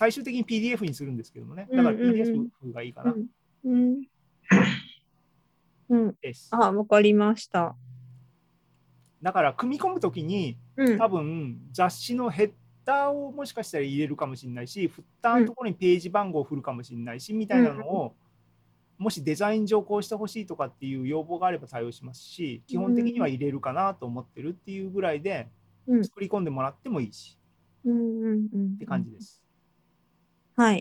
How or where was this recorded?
video call